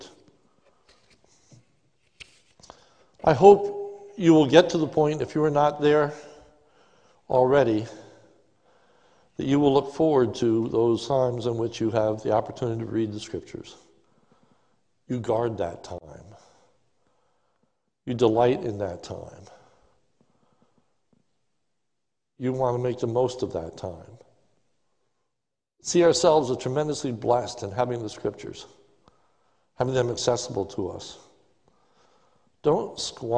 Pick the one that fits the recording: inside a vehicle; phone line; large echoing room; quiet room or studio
large echoing room